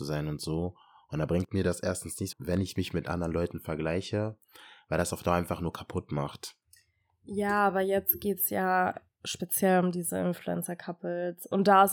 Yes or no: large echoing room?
no